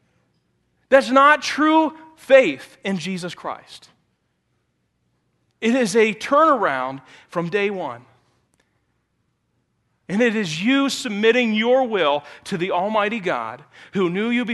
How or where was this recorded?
large echoing room